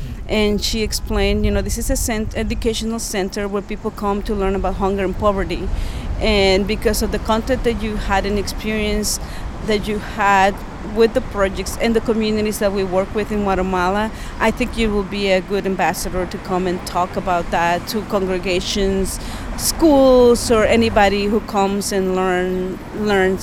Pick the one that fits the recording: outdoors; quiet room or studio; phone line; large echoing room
outdoors